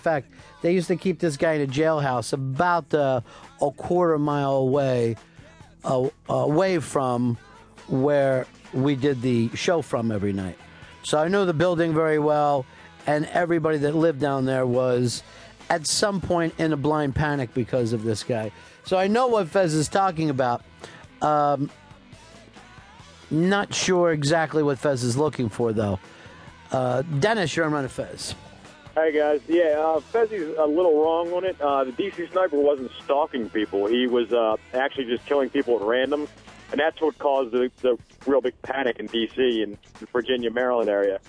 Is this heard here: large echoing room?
no